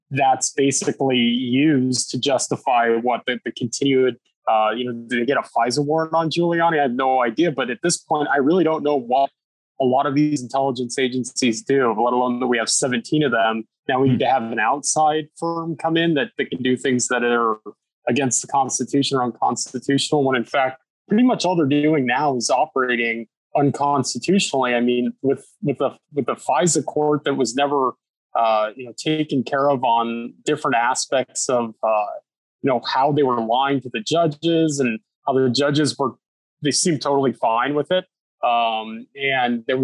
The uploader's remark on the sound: sits down over Zoom